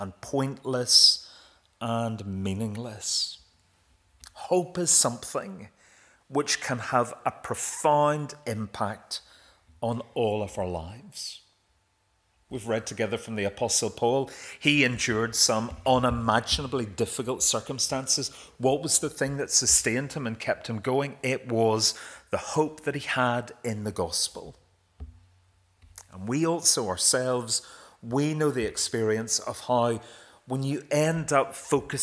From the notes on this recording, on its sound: This is the recording of the Bible reading and sermon from our evening service on Sunday 18th February 2024.